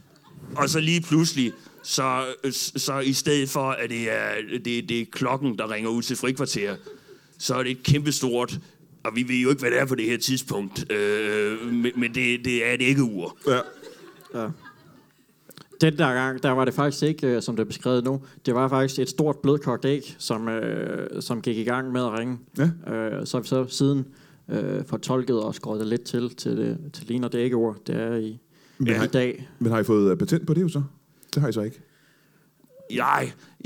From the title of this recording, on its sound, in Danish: LIVE fra Comedy Zoo Aarhus